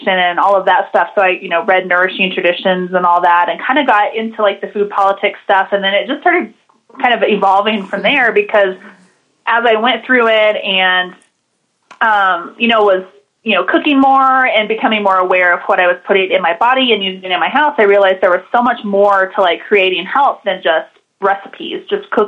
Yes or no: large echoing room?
no